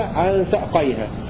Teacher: قنبل يروي بإسكان الهمزة عن ساقيها بدلا من الألف